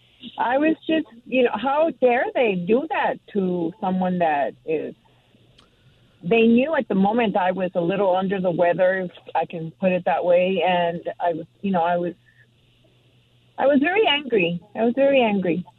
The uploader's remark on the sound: takes you calls on any topic for Open Phone Friday